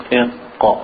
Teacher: Qaf is all the way in the back of the tongue, back here, near the throat.